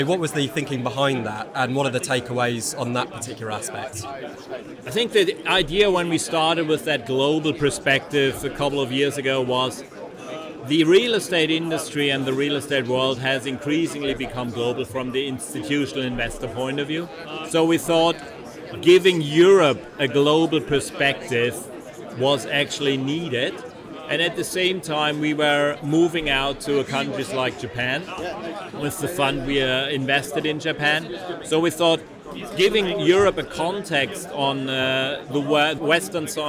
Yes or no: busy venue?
yes